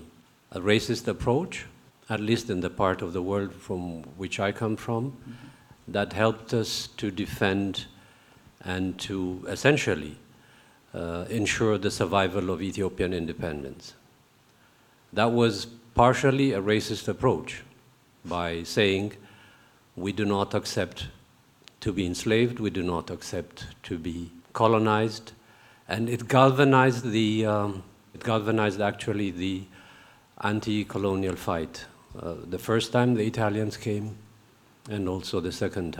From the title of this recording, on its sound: Q&A at the "Dear White People..." Symposium in Freiburg